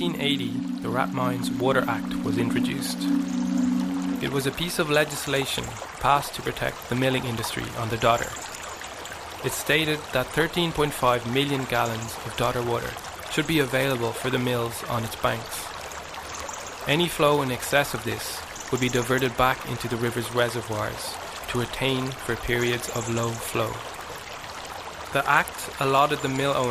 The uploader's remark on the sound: River Dodder Soundwalk. A soundwalk of the River Dodder in South Dublin.